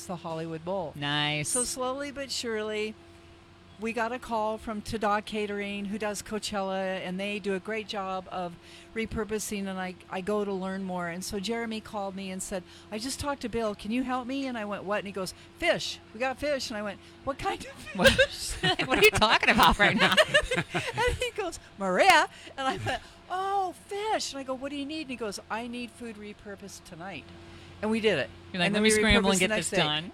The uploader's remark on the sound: The Mix is live backstage at Lollapalooza 2023! Lollapalooza Day 3: Hundreds of thousands of people flock to festivals like Lollapalooza and Coachella every year.